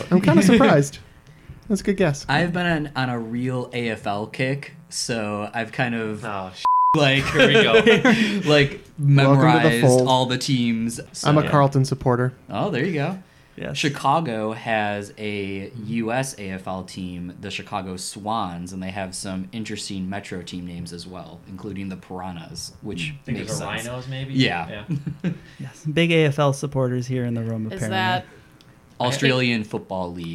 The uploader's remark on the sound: We apologize, as there is a slight hum in this episode caused by a faulty cable.